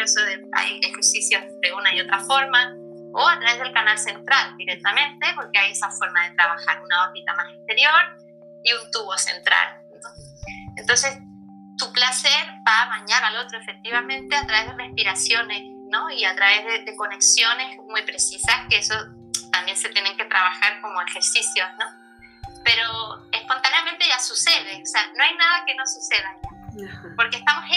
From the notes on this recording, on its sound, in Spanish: Charla vía Streaming, Instagram Live